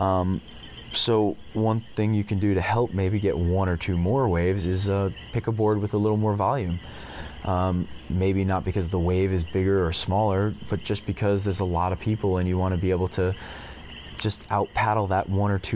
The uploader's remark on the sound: This episode was a pleasure to record because it was accomplished while sitting outside on a beautiful Puerto Rican evening accompanied by the native nocturnal creatures. You don't have to listen closely to hear the symphony of crickets & coquis that surround them.